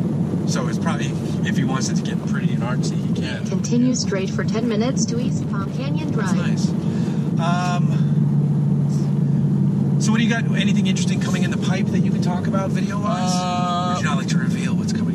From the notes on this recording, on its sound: Ride along in a 2018 Mustang. Shuttling out to a driving event in Palm Springs, and I took the opportunity to fire up a GoPro and record a conversation.